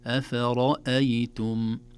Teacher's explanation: أفرأيتم كلها مرققة اللهم إلا الراء مفخمة